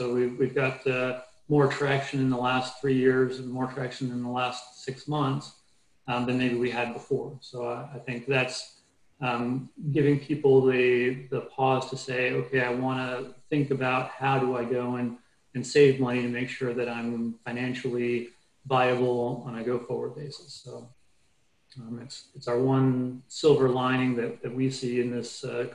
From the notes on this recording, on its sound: APTN Zoom Call.